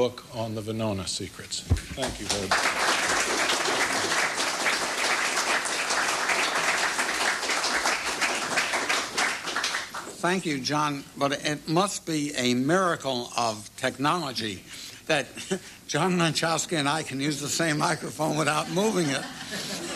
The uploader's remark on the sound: He also answered questions from the audience.